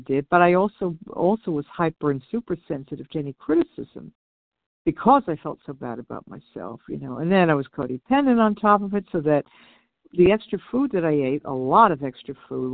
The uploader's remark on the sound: 100 Pounders Phone Meeting.